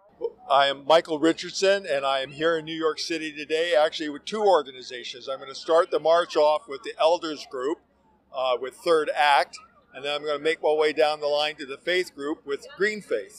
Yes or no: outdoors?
yes